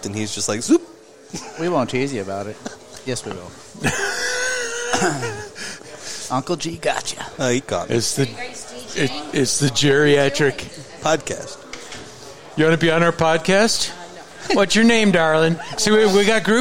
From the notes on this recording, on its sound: the Danger Gnome Podcast took a field trip out to Lake Geneva to do our best imitation of a bike racer and to record this bit of podcasting